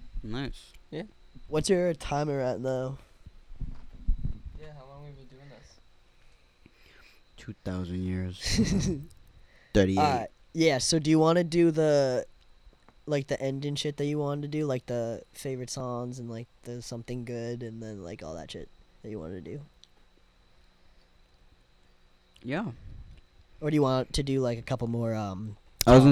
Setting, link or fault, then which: fault, background noise